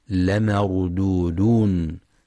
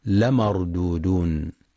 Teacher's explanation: وينتبه لترقيق اللام والميم في كلمة لمردودون · Shown in: first take · فلا يقرأ لمردودون.